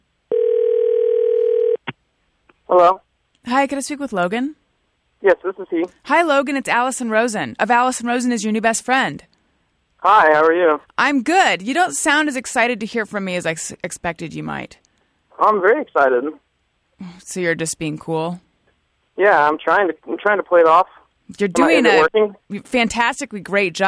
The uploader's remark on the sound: the return of the Fan Phone Call segment